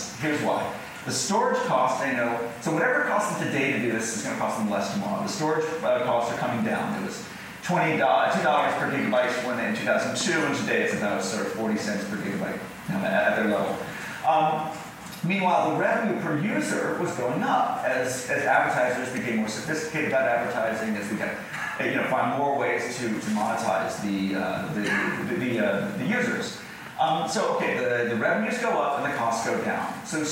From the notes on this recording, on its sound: Recorded at Vidfest, in Vancouver, Canada